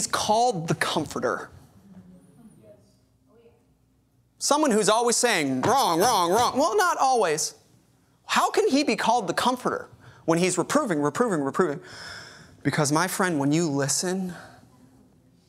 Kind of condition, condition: setting, large echoing room